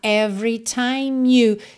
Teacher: every, você não pronuncia o E do meio, então não é every, tá?